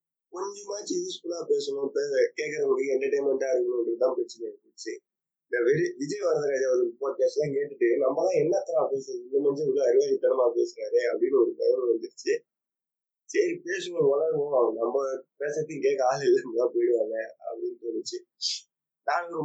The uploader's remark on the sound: sorry for the very very poor audio quality